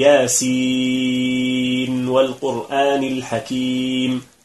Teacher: أي نظهر النون عند الواو · Term: الإظهار